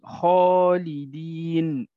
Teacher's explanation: هذه الألف المادية فخمت بسبب الخاء